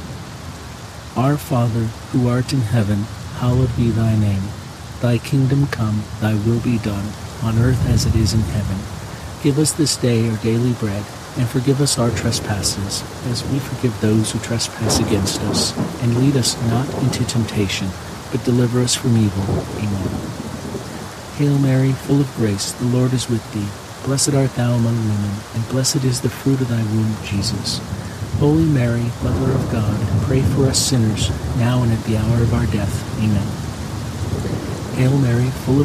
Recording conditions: sounds in the background